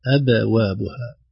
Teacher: مقلقلة الباء الأولى بترقيقها